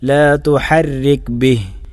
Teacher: ബിഹി എന്നതിൽ വഖഫ് ചെയ്യുകയാണെങ്കിൽ, നിർത്തുകയാണെങ്കിൽ ലാ തുഹരിക് ബിഹ്, അവിടെ ബിഹി എന്ന് ഓതുകയില്ല.